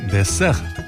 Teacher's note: la S es sorda, como ocurre con la palabra francesa dessert, postre